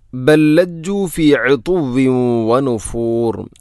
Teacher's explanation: ഇവിടെ ബല്ലജ്ജു, ബൽ ലജ്ജു എന്നല്ല, ബൽ ലജ്ജു. ഒന്നാമത്തെ ലാമിന് രണ്ടാമത്തെ ലാമിലേക്ക് ഇദ്ഗാം ചെയ്യുന്നു, കൂട്ടി ലയിപ്പിച്ച് ഒതുന്നു